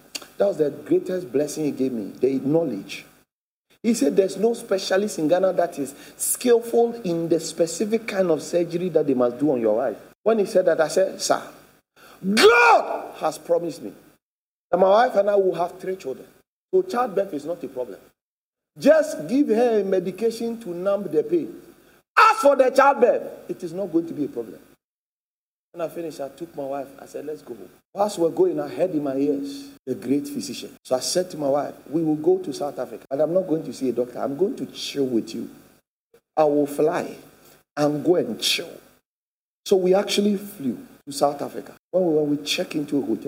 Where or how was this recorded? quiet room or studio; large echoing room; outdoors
large echoing room